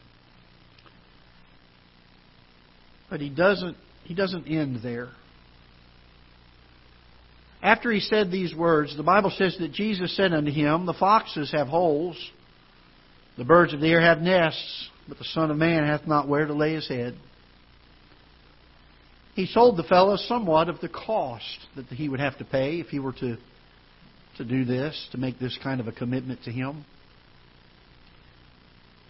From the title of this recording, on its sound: Ketha Heights Baptist Church ~ Live Broadcast